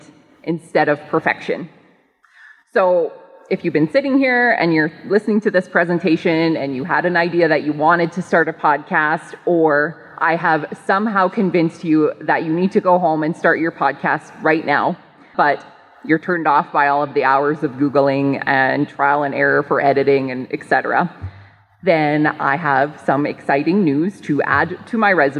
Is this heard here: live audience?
yes